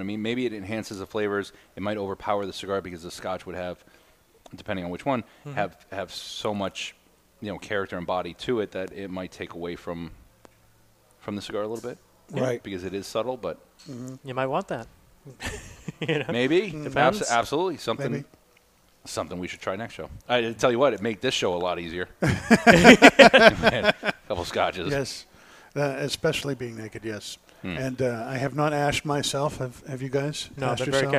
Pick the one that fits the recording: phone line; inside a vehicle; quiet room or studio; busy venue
busy venue